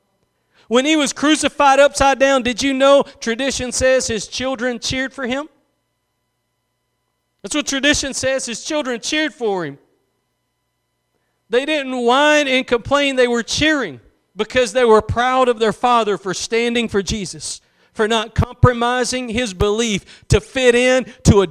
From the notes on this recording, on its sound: Preached at Gospel Lighthouse in Bossier City, La.